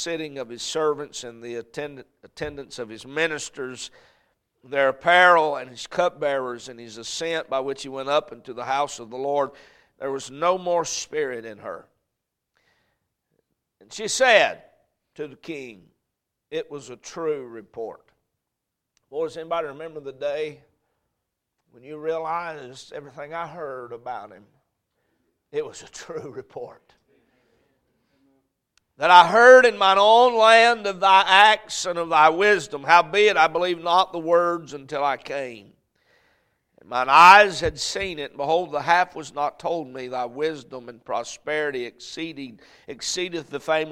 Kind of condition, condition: setting, large echoing room